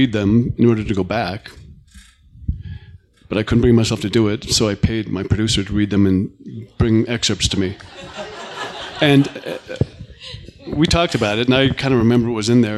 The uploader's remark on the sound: The podcast is the recorded pre-show and Q&A.